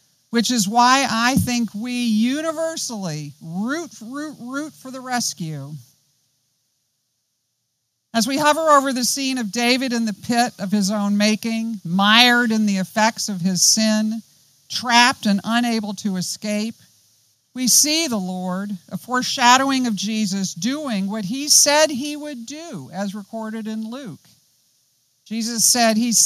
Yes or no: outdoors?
yes